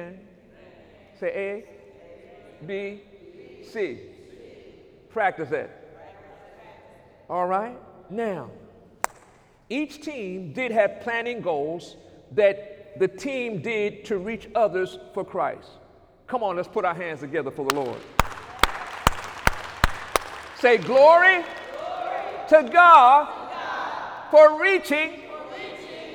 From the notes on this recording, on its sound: During Sunday morning service on October 8, 2019